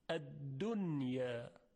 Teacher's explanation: نمیتونیم ادغام کنیم بگیم دویا، غلط هست، پس باید نون رو اظهار بکنیم